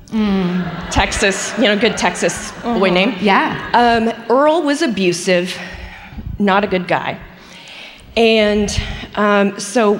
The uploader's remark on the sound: Live in Austin